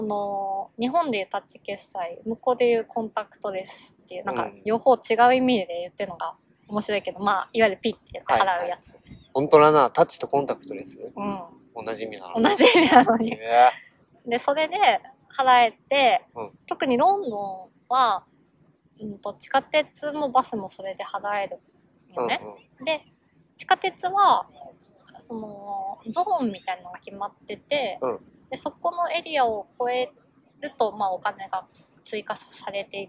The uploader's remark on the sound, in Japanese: In 奈良公園。対面収録（初！）場所は奈良公園。鹿はめっちゃ泥浴びしてるし、カラスは鳴くし。